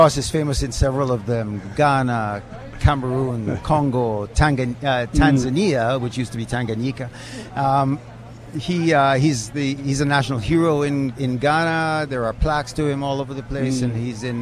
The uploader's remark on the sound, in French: En direct du lancement du CaribbeanTales International Film Festival 2018